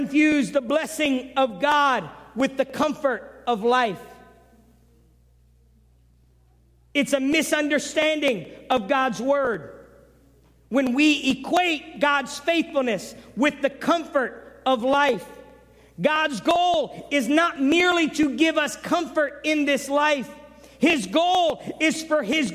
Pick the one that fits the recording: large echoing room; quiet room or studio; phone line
large echoing room